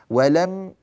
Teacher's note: الميم هنا حرف غنة، حرف من حروف الخيشوم فتظهر غنتها